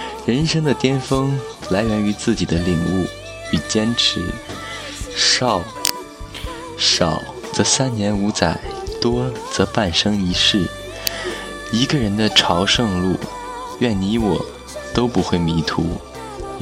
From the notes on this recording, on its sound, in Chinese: 边走边聊着